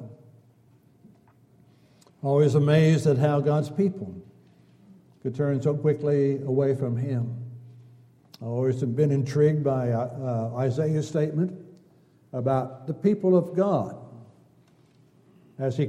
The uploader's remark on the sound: Downtown Church Of Christ Audio Sermon